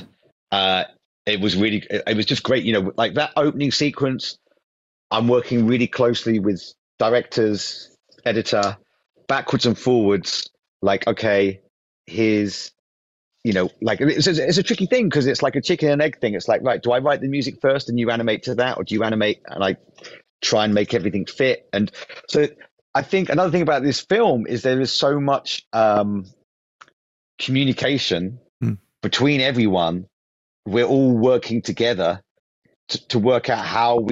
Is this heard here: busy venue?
no